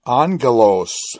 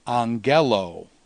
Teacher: And then when the final vowel is long on the ultima, then it becomes angelo. And so the accent mark is shifted from the antepenult to the penult · Shown in: second take